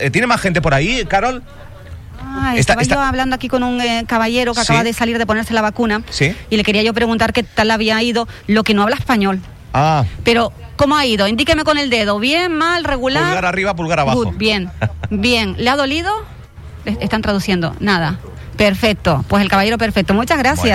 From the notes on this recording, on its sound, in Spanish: Vivimos en directo una jornada de vacunación contra la Covid 19. En directo hasta el punto de vacunación COVID instalado en la nave del Mercado de la Biosfera. Pudo charlar con varios vecinos.